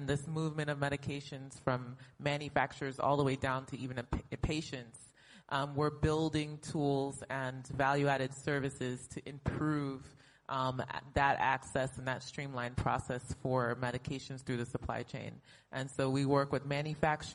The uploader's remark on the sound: Live Episode of LSW18